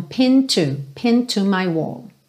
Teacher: Isso tanto no inglês americano quanto no britânico. Então, como essa palavra termina em D, a gente já liga no T do to